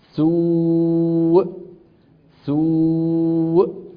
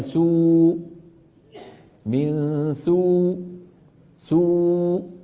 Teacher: لا بد من قفل الوترين وفجأة هكذا حتى تظهر الهمزة · Shown in: first take